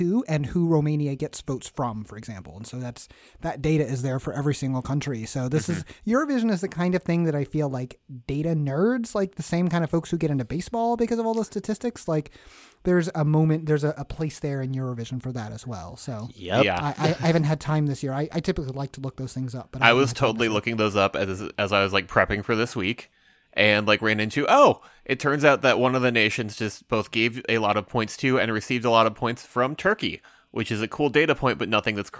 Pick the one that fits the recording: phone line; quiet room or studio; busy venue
quiet room or studio